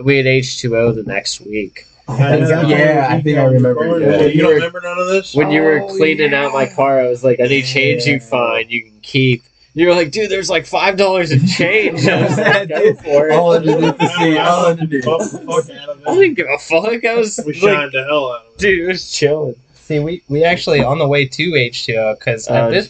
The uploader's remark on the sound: Bad audio quality this episode, sorry. The audio quality for this episode is pretty poor and we apologize for that.